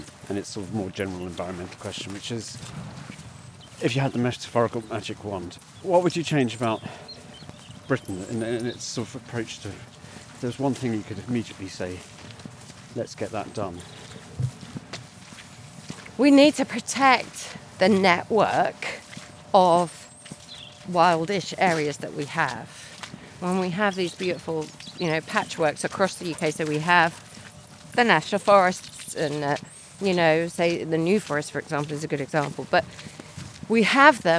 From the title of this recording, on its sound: A riverside walk